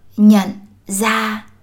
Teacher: in the North, the R sound is pronounced as Z.